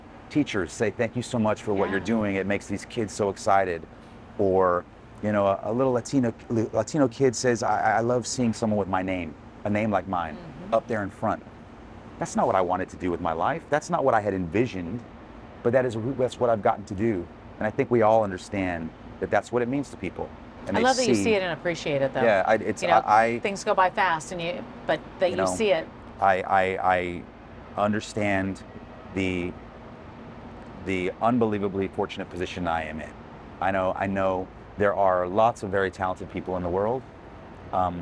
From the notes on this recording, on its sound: Recorded outside Broadway's Richard Rodgers Theatre. Forgive the street noise of New York City, but a passing ambulance.